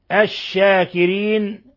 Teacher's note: الشاكرين اللام شمسية يعني أضغمت في الشين